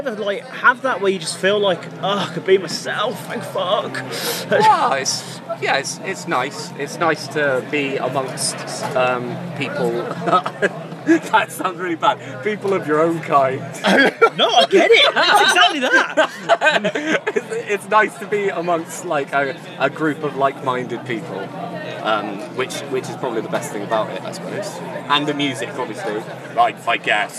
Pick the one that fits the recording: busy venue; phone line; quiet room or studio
busy venue